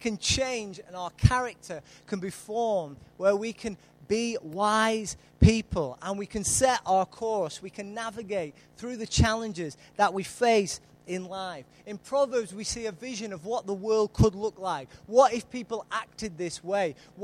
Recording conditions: large echoing room